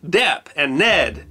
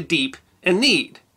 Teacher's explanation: words spelled with E-E had already shifted pronunciation from the A sound of Middle English to the long E sound we use in modern English